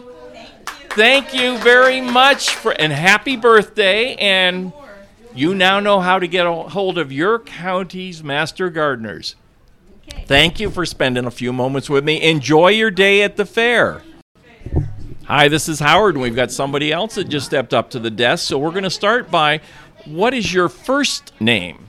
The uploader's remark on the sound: 2023 HARFORD FAIR INTERVIEWS. I'm going to guess it had to be close to 1,000 people. I was at the table with a microphone in hand to talk to people about a couple of areas.